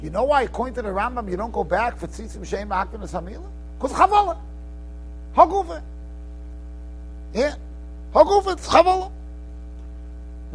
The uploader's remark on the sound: Shiur recorded in Yeshivas Ohr Reuven, Monsey, NY.